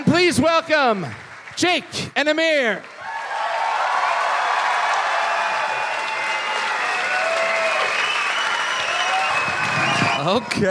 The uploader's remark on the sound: Live in Melbourne!